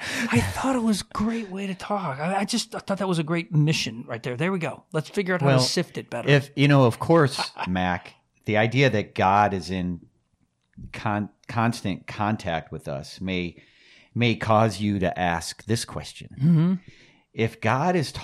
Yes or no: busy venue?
no